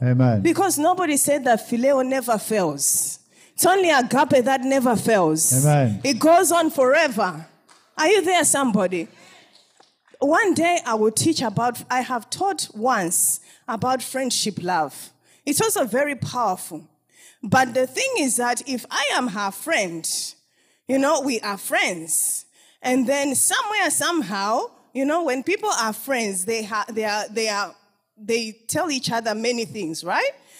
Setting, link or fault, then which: setting, live audience